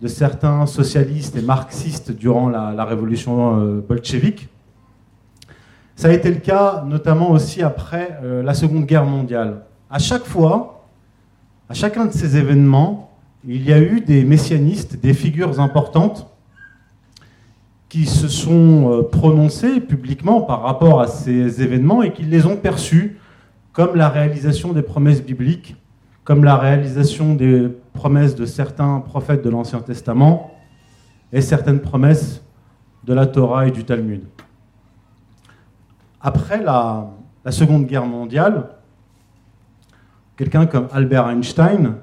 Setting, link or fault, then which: setting, live audience